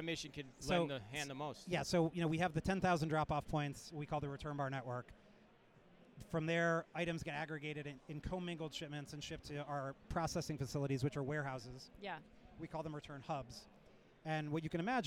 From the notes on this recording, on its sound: We go live from Manifest 2024.